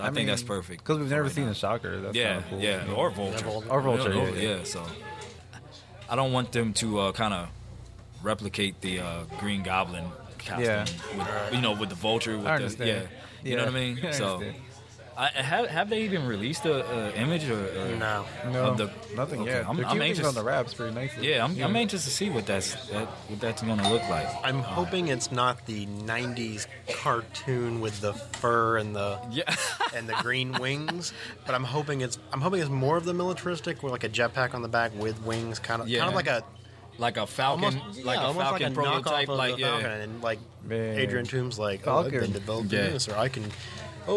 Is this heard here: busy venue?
yes